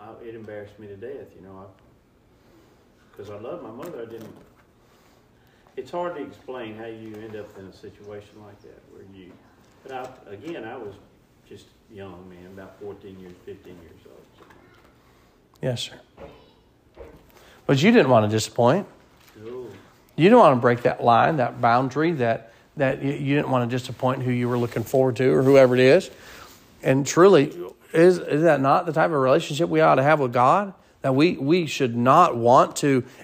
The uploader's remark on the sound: Sermon preached at Mid County Baptist Church